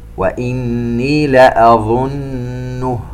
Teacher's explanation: نون مشددة في كلمة إني وكذلك في كلمة لأظنه، تغن بمقدار 2 حركات